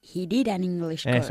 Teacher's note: decimos didn, como si fuese una palabra sola.